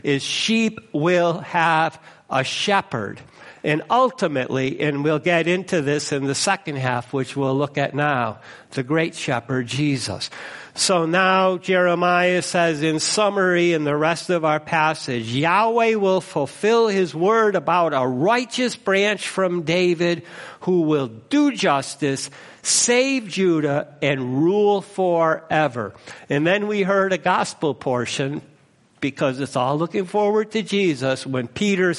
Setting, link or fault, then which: setting, large echoing room